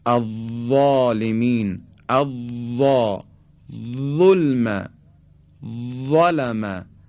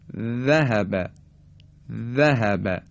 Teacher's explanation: تلفظ حرف وا هم دقیقا مثل فیس نقطه و ذال نوک زبونی هست، اما حرف وا به جهت اینکه سطح زبان ما به طرف کام بالا نزدیک میشه و پرحجم تلفظ میشه · Shown in: first take · از ذال پرحجم تره.